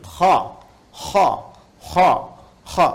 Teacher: itu bagian pangkal lidah di paling ujung itu menyentuh ke langit-langit. Sehingga ketika dia ke atas, suaranya lebih tebal